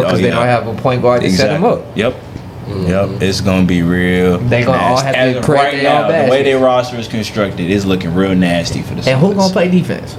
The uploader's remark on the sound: Live from the NBA DRAFT